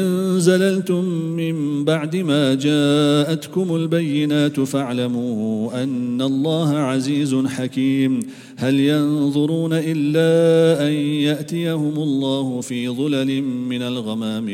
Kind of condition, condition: setting, large echoing room